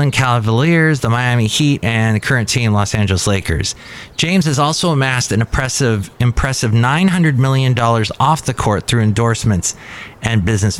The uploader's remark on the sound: podcasts live from Café Anyway